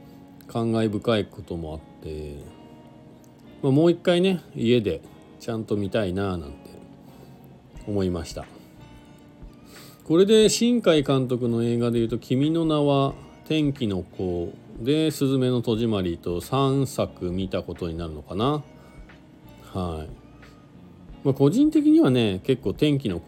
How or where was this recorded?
inside a vehicle